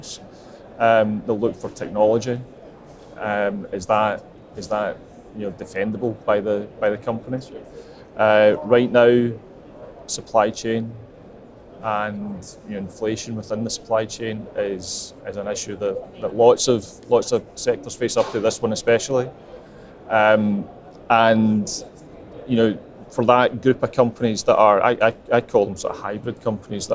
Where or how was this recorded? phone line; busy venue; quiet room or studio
busy venue